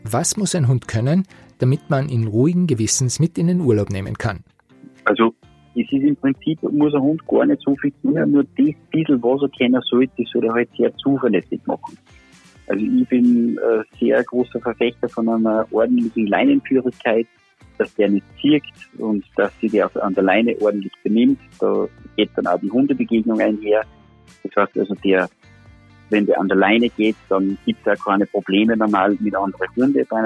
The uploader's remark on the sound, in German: Telefoninterview